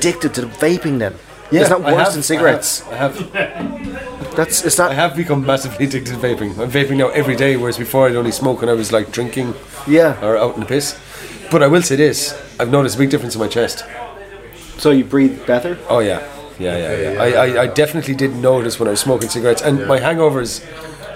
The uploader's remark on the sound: Live from Murphy's Pub on Brandon Pier in Kerry for pints and chats.